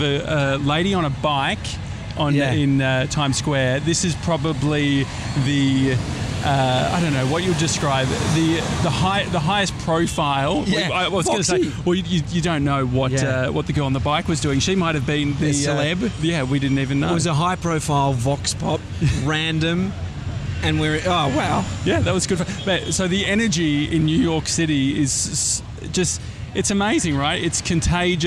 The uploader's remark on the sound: we're live from outside The Flatiron Building